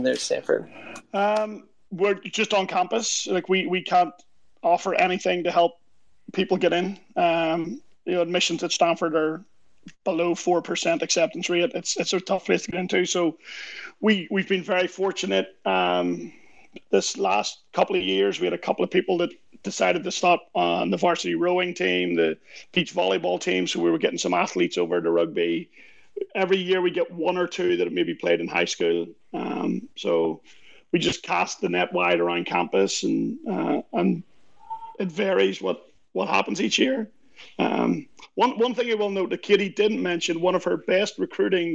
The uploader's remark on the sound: On this replay of Twitter Spaces' US Rugby Happy Hour LIVE